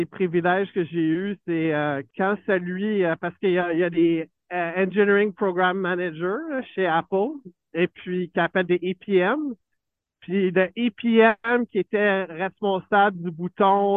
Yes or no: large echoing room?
no